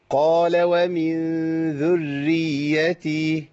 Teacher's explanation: الراء عندي مشددة بالكسر